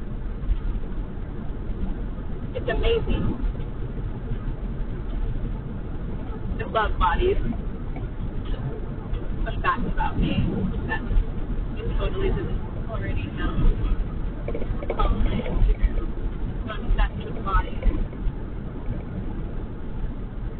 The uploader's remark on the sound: Quality is an illusion, this episode sounds like I made it underwater.